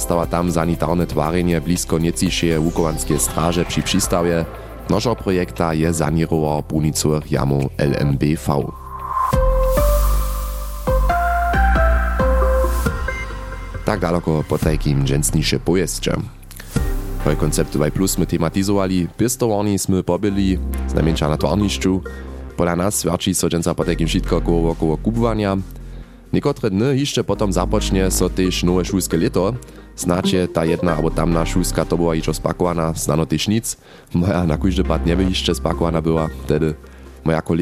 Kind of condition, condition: setting, outdoors